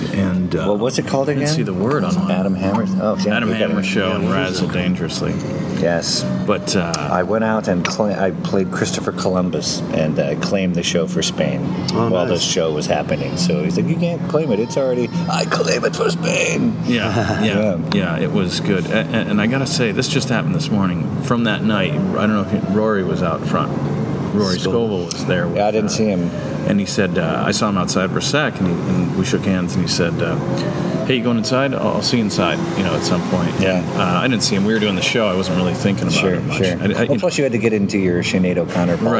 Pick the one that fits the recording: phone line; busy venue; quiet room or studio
busy venue